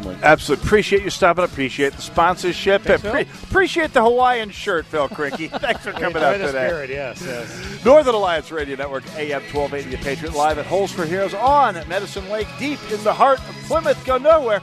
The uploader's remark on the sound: Live on Medicine Lake